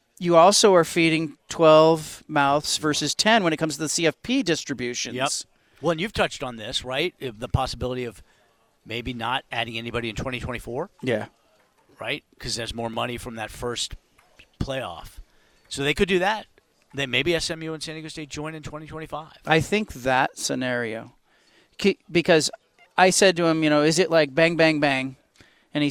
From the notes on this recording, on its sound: recorded a podcast from Pac-12 Media Day in Las Vegas